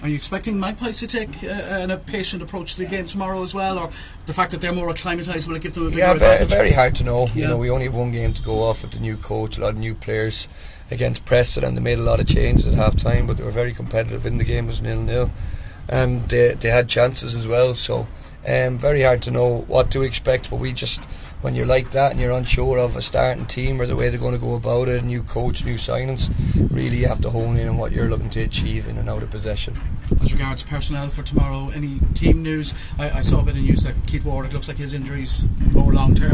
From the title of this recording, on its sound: Live from La Línea on Game Day